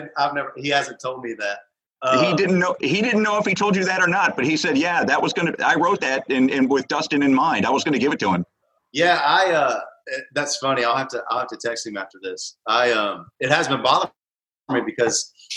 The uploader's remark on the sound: Joined Houston radio station, The New 93Q for a private performance via Zoom.